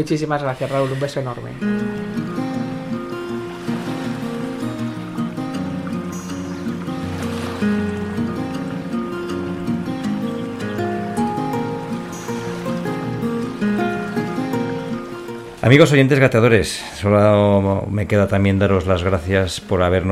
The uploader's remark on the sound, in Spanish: nos acompaña el sonido de las olas del mar para ponernos en modo “relax”